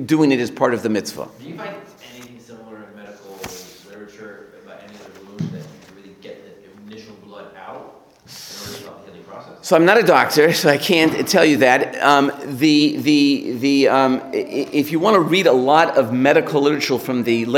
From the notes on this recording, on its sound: Recorded live at The Torah Center ATL on January 21, 2024